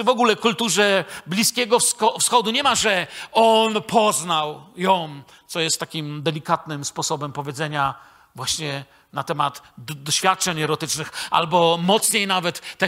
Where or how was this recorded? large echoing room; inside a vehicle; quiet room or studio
large echoing room